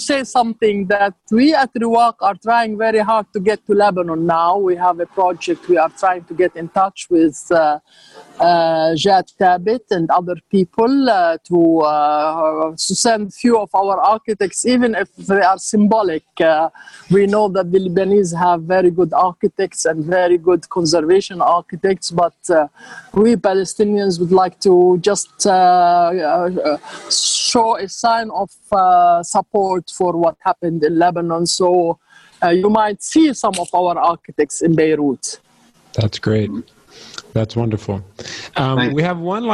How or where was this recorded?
video call